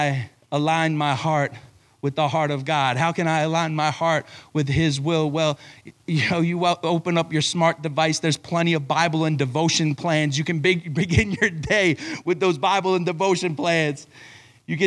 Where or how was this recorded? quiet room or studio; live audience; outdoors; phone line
live audience